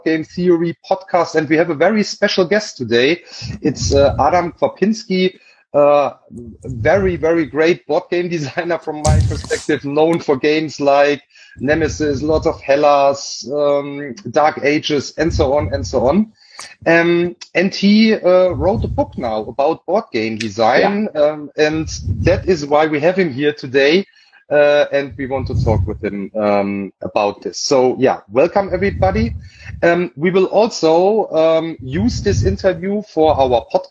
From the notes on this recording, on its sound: We did the interview in an Instagram Live session and this is the recording of it.